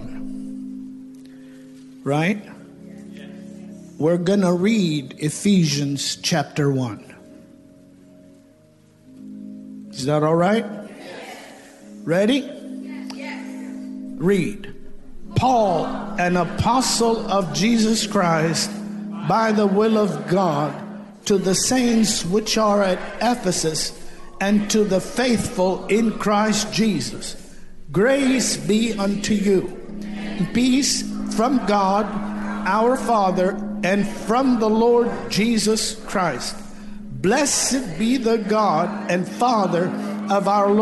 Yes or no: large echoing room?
yes